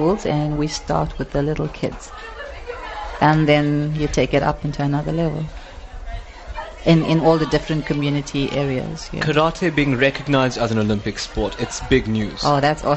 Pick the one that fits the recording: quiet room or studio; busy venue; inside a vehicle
busy venue